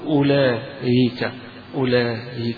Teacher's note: يبقى الهمزة مش هيقولها همزة، ولكن حيسهل هذه الهمزة إذا وقف عليها · Term: تسهيل